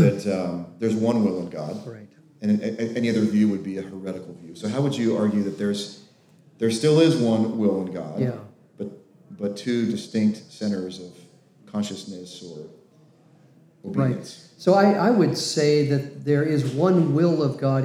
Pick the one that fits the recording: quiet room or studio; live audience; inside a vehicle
live audience